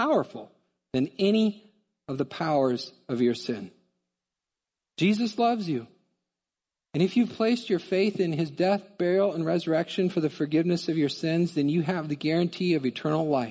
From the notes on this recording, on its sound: Midland Evangelical Free Church Sermon Audio